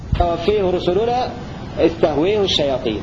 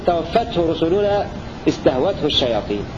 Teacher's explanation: قرأ حمزة بألف التذكير المقصورة ويميلها إمالة كبرى · Shown in: first take